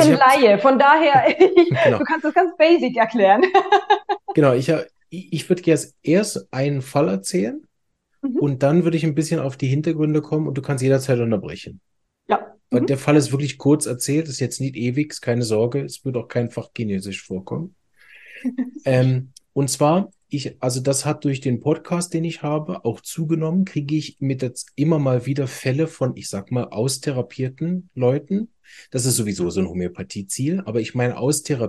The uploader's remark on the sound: online via Zoom